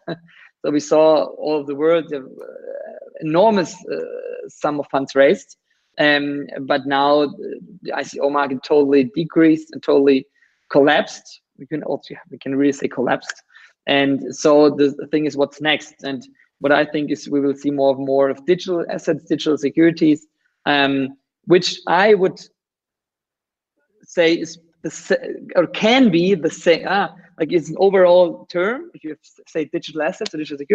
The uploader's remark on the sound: You are listening to the audio track of a video interview conducted via Google Hangouts. The last few minutes of the interviews did not get recorded by the server.